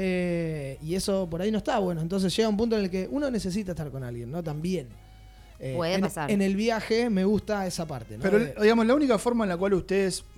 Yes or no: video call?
no